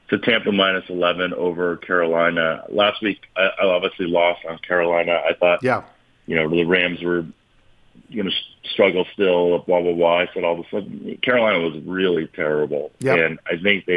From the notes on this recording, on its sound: phone